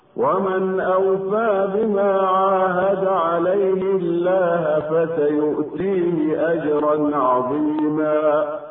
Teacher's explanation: رققت لام لفظ الجلالة كما سمعنا لوقوع الكسر قبلها